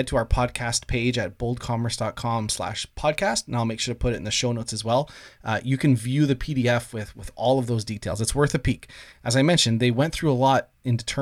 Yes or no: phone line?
no